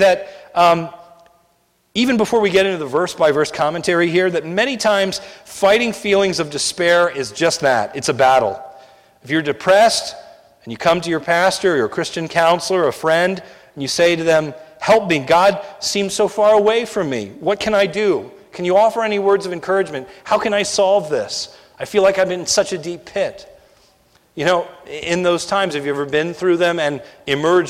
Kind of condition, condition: setting, large echoing room